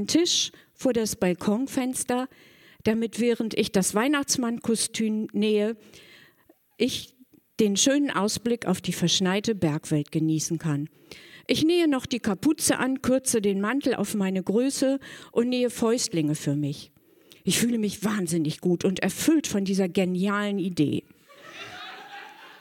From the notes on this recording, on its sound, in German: Ein Beitrag von der „texte von gestern“-Liveshow am 13.10.2018 im kukoon Kulturkombinat, Bremen. Heißen Dank an das kukoon, unser tolles Publikum.